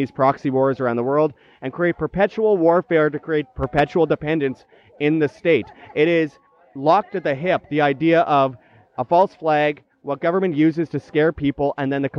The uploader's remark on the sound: At Anarchapulco. At the Anarchapulco event.